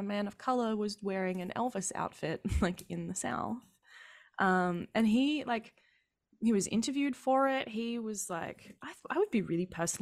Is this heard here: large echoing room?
no